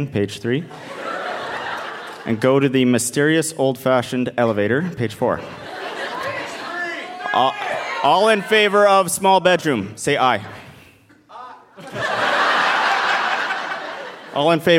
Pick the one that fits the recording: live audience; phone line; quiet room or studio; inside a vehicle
live audience